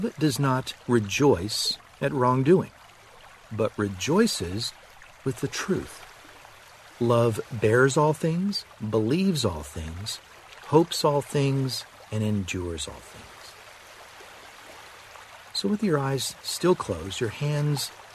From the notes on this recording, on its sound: Relax to the sounds of a river running.